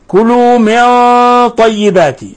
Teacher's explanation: كلوا من طيباتي، نون ساكنة جاء بعد حرف الطاء، الحكم التجويدي إخفاء حقيقي، ونلاحظ أن الغنة مفخمة أكثر من غيرها لأن الطاء حرف استعلاء وحرف إطباق وحرف مفخم